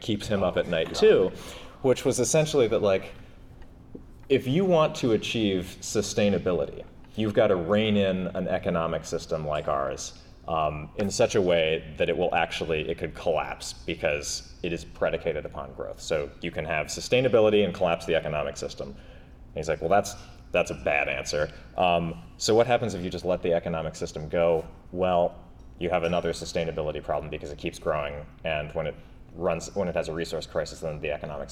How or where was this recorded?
live audience